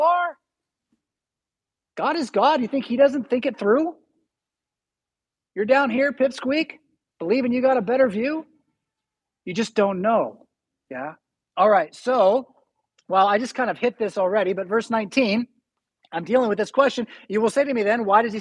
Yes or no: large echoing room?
yes